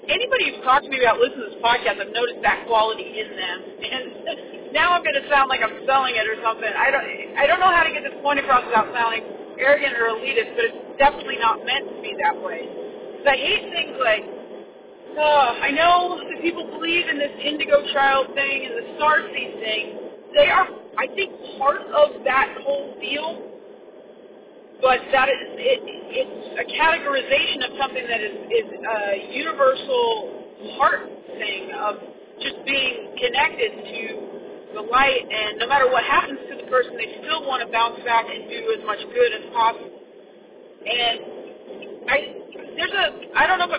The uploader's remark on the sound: Sorry about the car recording.